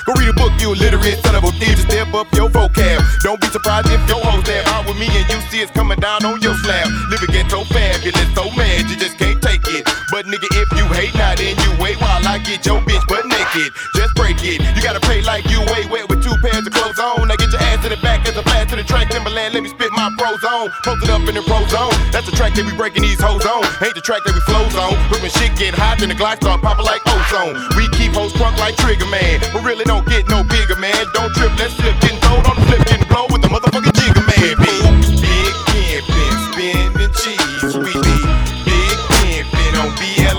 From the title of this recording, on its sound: LIVE from Invictus Cigar Lounge